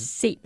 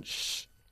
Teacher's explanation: empezarlo con un sonido limpio de S y no de sh